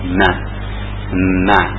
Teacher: keluarnya huruf itu di tarful lisan, kemudian dikenakan dengan gusi atas yang berada di atas dua gigi seri